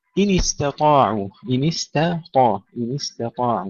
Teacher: ترقيق التاء وتفخيم الطاء